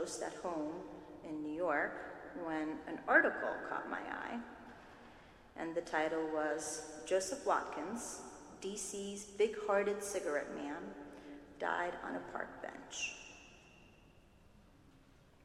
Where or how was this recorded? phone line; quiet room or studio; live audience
live audience